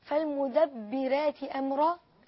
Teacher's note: رققنا الراء وهذه من الأصول الإمام ورش